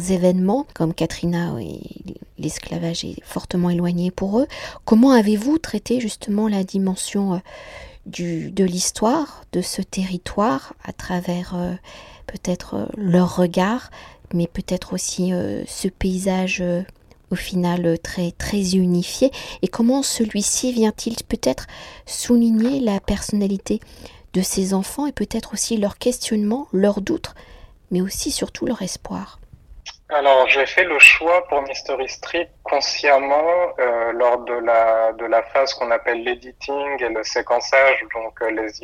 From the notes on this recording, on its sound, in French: Par téléphone entre Marseille et Paris.